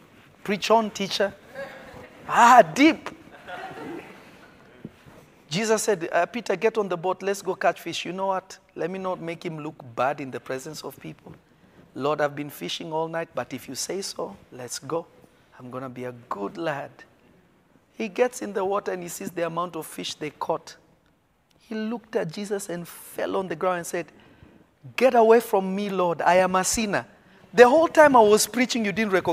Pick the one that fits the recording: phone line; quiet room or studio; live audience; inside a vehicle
live audience